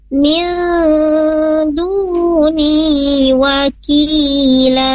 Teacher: Nun mati ketemu dal. Min ditahan dua harokat karena hukumnya adalah ikhfa.